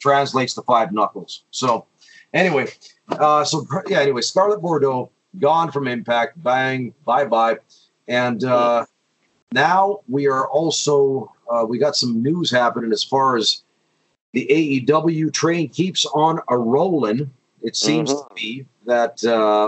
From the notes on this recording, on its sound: We have a skype call.